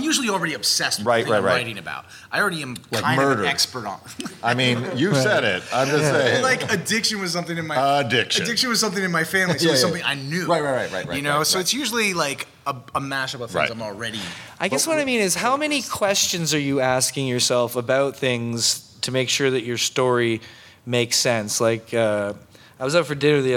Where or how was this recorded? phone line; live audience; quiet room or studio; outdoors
live audience